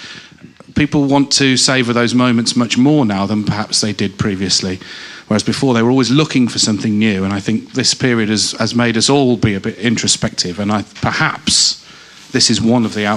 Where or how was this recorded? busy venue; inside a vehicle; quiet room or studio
busy venue